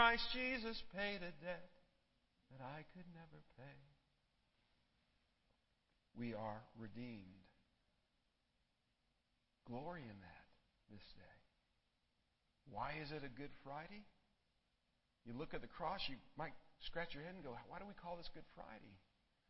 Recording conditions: large echoing room